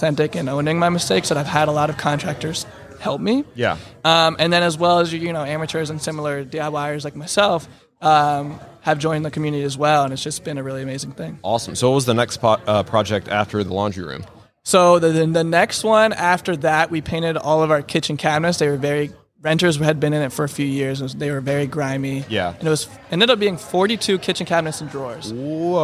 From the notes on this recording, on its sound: LIVE from HAVEN 2022. In the Wall Control booth at HAVEN Conference 2022.